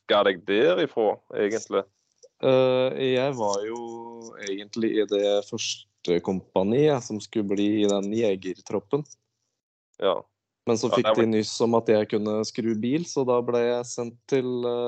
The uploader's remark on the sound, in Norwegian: Innspilt via Skype.